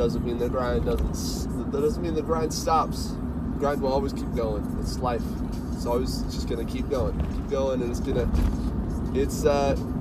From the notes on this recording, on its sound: This is the first episode of myself talking about my process while driving home from work.